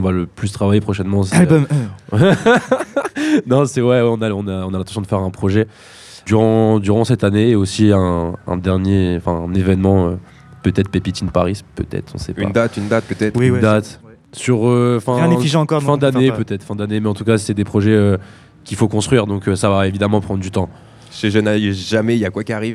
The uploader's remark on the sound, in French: Organisé par le label Focus. Enregistré en plein cœur du village du festival.